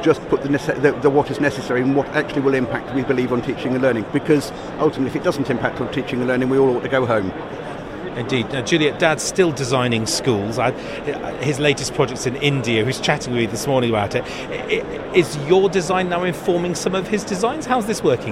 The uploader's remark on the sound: Live shows from the show-floor at BETT2018. Learniture At BETT2018.